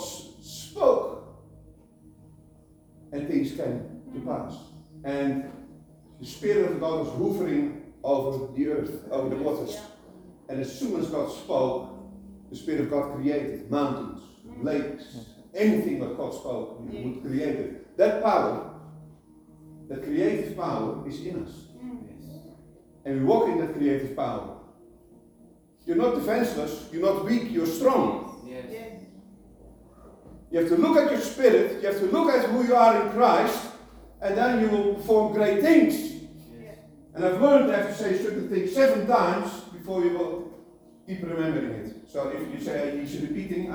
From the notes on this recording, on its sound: Apologies for the poor quality recording